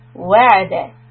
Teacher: push on the waw and to lower your pitch on the next letter